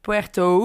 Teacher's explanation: Puerto met de Nederlandse O, maar de O achteraan is ook kort. En de UE in Puerto, haven, is een UE.